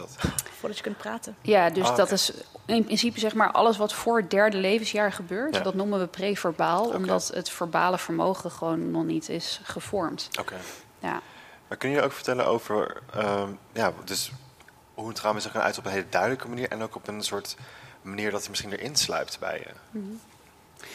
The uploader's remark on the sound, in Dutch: 1 Uur Over… is een live gespreksprogramma dat werd opgenomen in de Boothzaal in de Universiteitsbibliotheek Utrecht.